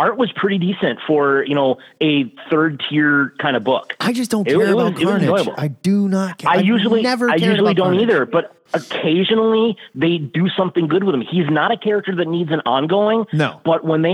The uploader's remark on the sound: We open up the phone lines